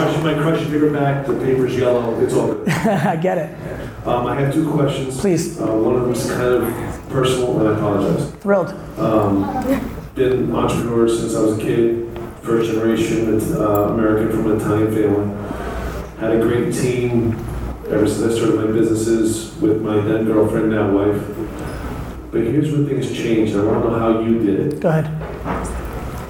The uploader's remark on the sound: A Q&A At Samsung 837's Fall Discovery Series. Really enjoyed doing this keynote and Q&A at Samsung's 837 space in downtown Manhattan.